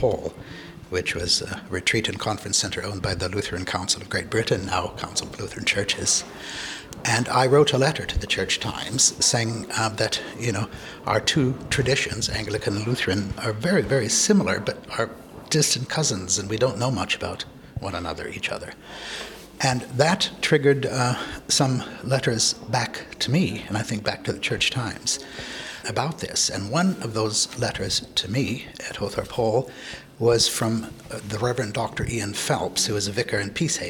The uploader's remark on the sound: In this episode we’re on location at two different conferences: the Anglican-Lutheran Society in Norway and the bishops meeting in Canterbury. We then fall in step with Lutherans marching at this year’s celebration of Pride in London.